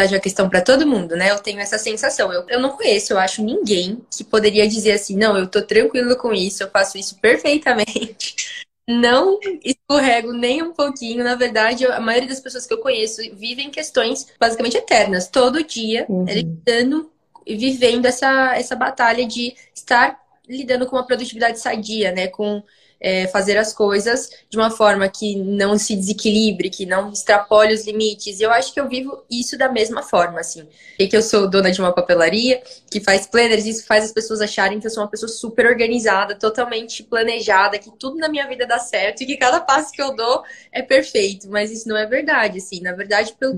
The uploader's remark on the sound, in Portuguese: uma live no seu Instagram regada a café